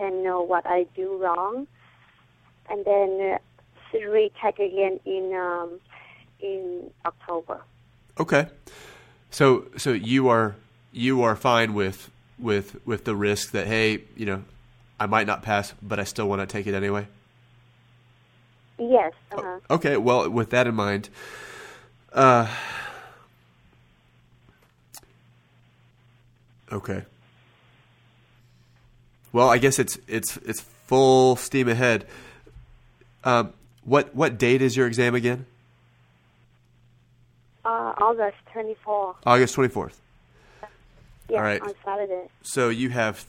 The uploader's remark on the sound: Live Calls from CPA Candidates